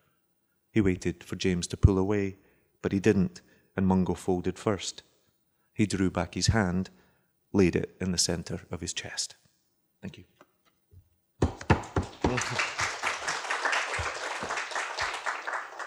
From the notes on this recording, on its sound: Was recorded in front of a live audience. At Powell’s City of Books in Portland.